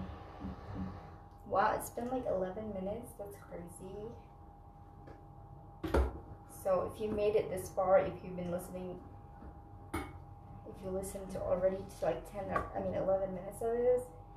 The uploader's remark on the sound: Super sorry for the bad audio quality so please don't listen to this w/ur headphones.